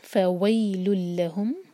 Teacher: لہم یہ ہے دو سلیبل والا ورڈ، تو لا پر زور دیا جائے گا